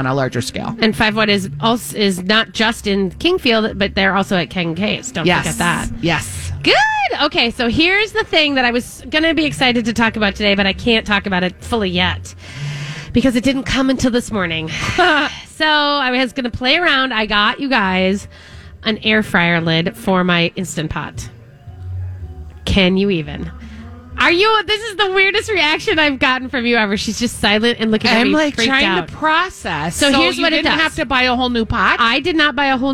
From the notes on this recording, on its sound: broadcasting live at Southern Lights